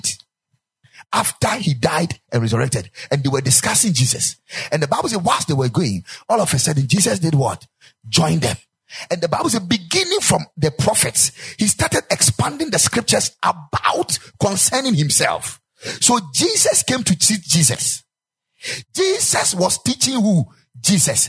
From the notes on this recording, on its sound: Preached at the Ekklesia Chapel